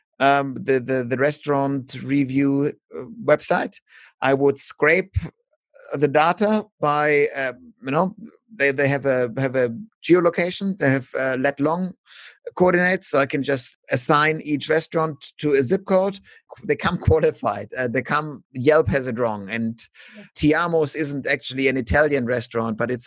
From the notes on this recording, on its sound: MC-13 Map Corner "live". Have a Zoom chat. 10 listeners give us their audio postcards.